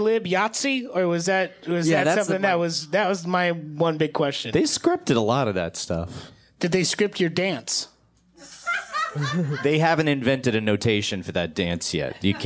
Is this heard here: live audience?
yes